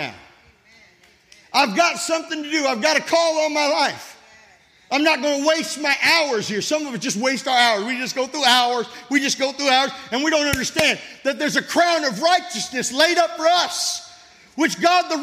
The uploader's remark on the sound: This sermon was recorded at Family Worship Center in Florence, SC on Sunday, July 23, 2023.